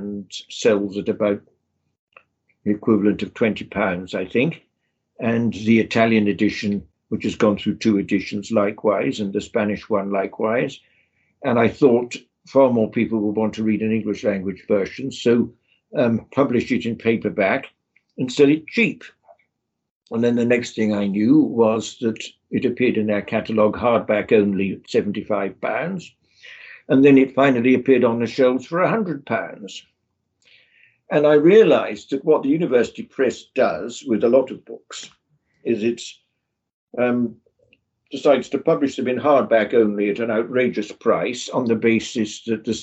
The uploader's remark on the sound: The interview was recorded online